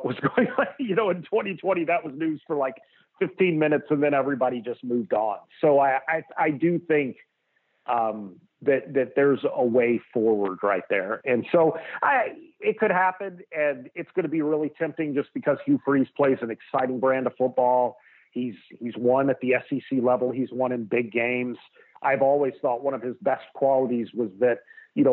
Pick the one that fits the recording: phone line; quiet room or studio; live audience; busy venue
phone line